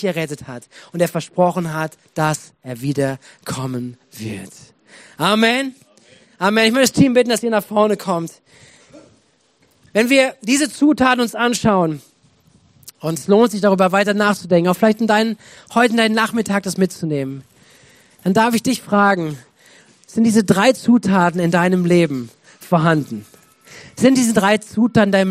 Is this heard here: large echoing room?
yes